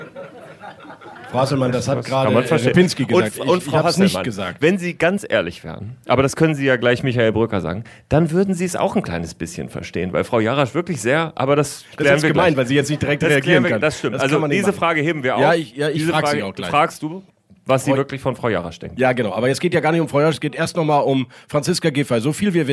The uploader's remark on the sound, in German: Ihr erfolgreiches Podcast-Format live vor Publikum präsentiert, an Bord unseres Medienschiffes Pioneer One.